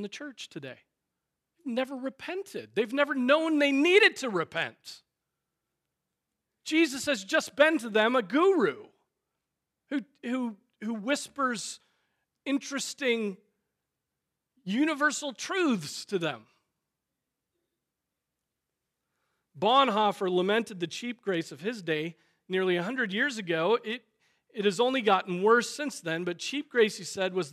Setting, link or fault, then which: setting, large echoing room